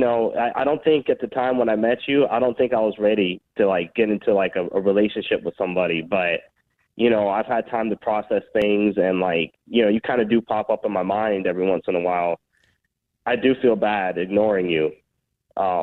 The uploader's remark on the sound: We get that other person on the phone